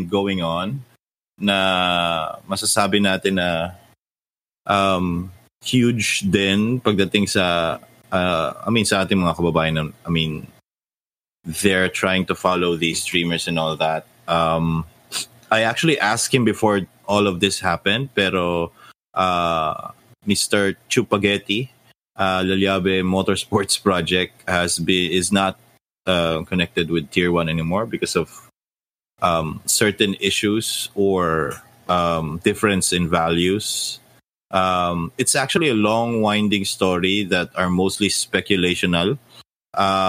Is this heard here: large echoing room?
no